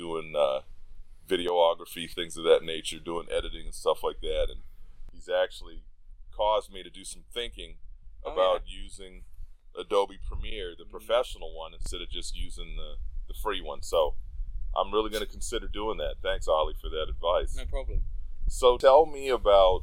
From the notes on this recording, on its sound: Please forgive me because we decided to record outside and I forgot to bring my wind protection gear for my voice recorder. You will notice heavy wind from time to time.